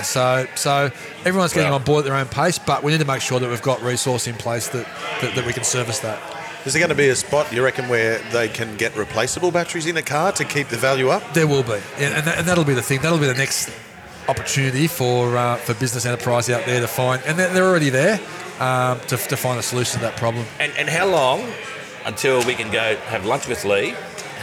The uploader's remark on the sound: In the heart of the city at The Morrison Bar & Oyster Room